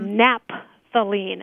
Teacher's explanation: Now, one of the questions our students often have is how you pronounce that, because sometimes people just abbreviate the PH as a P. So they would say naphthalene as opposed to naphthalene.